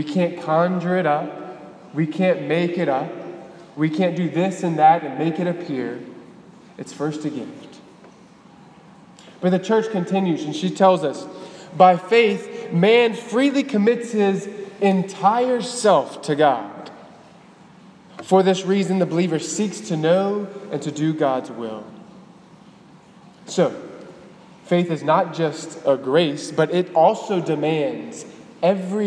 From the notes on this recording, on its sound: at the Cathedral of the Nativity of the Blessed Virgin Mary in Biloxi, MS.